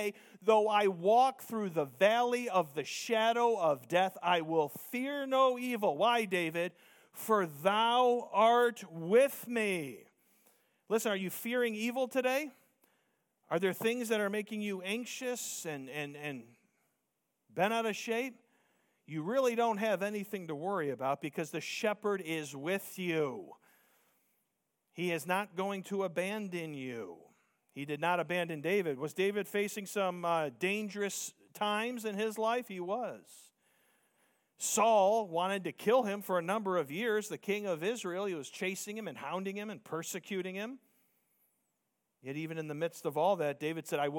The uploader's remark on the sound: Preached Sunday Morning